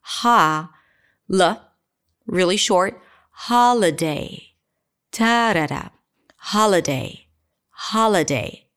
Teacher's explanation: So from this rhythm of like where every syllable has the same length, holiday, holiday, all of a sudden the ha is really long because it's the primary stress